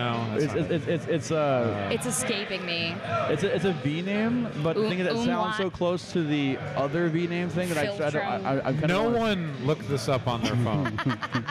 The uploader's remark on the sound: live from the floor of Free Play Denton